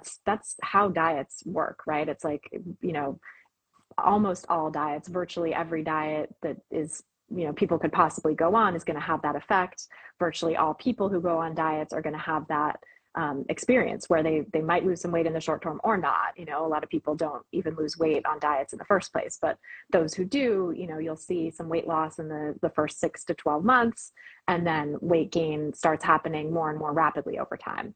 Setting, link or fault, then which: link, video call